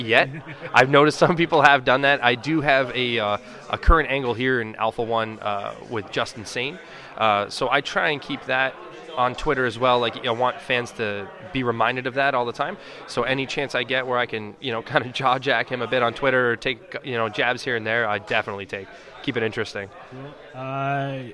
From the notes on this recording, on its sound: live at their Forever Causing A Ruckus event